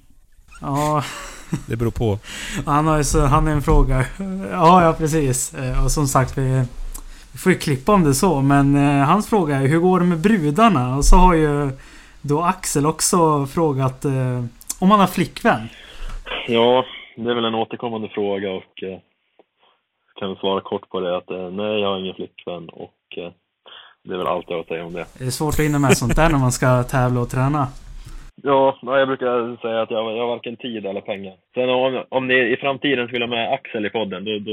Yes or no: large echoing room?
no